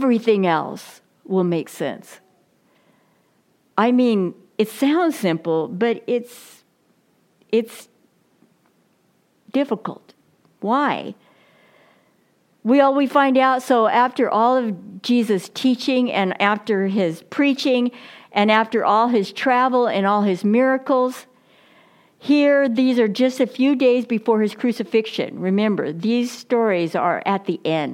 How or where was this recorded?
large echoing room